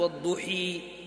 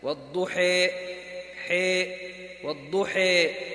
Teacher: فإذا أملنا من مقتضيات الإمالة إمالة الألف، طبعا ننتبه لا تقلب الألف ياء، فما نقول والضحي الآن هذه ياء قلبت ياء، هذا خطأ، لا ننحو يعني نميل الألف حتى نقربها من الياء تقريبا وليس قلبا · Shown in: second take